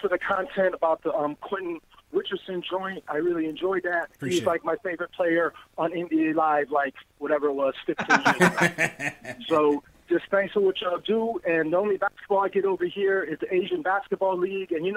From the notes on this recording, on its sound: Take live phone calls from fans around the world.